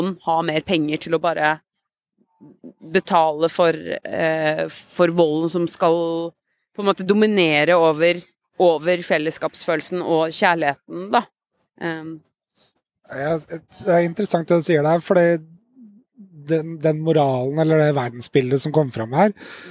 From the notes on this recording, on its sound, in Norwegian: I det provisoriske studioet i en casino-hage på filmfestivalen i Venezia